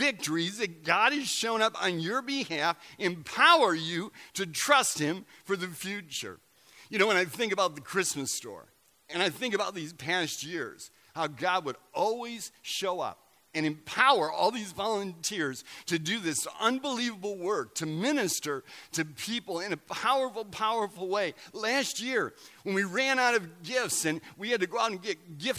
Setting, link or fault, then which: setting, large echoing room